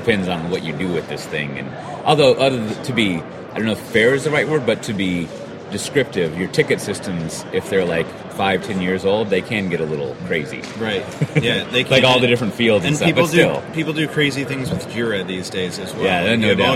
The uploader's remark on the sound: In this episode recorded at SpringOne Platform